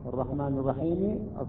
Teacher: أقف على السكون. هنا عندما وقفت على السكون أصبح عندي مد، يسمى المد العارض للسكون